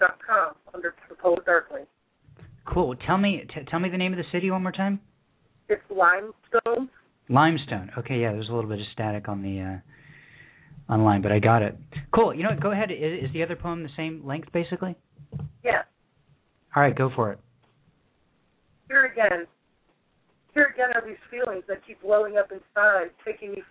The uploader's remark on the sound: Another packed show with callers from Egg Harbor, New Jersey, Sonoma, California, Miami, Florida, Limestone, Tennesee, The San Fernando Valley, CA, Shortsville, NY, Nova Scotia, Canada, West Seattle, Washington, Rochester, NY and Philadelphia, PA.